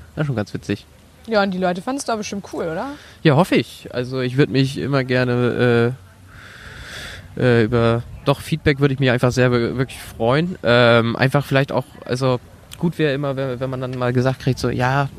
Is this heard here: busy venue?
yes